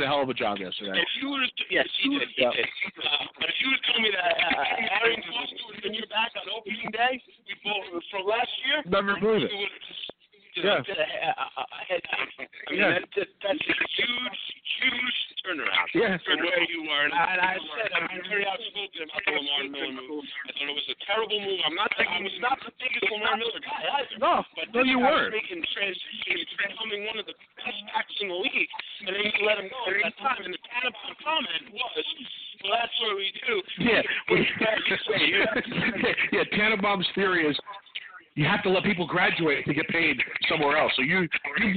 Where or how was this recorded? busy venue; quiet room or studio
busy venue